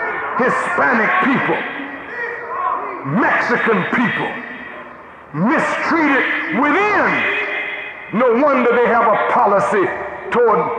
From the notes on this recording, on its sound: This edition was taken from the lecture dated July 22, 1985 at the Washington D. Convention center.